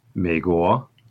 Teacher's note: You start low and you go down a little bit, but you just think of it as a low tone, it's fine. And then you rise on the second one. · Term: third tone